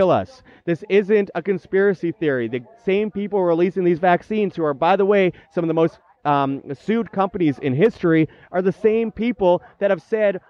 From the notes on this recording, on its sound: At Anarchapulco. At the Anarchapulco event.